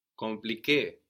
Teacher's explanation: this M of con is also quite silent, not really pronounced.